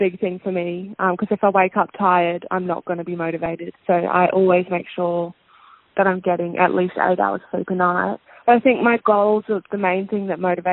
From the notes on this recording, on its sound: We did this over the phone so her audio isn’t as clear as usual